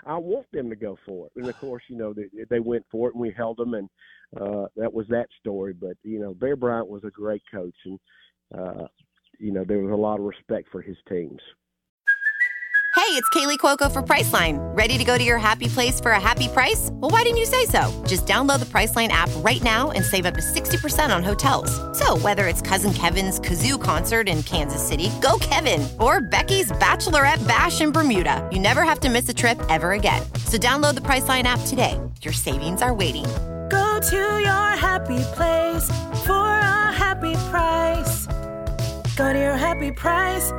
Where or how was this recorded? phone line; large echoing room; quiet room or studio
phone line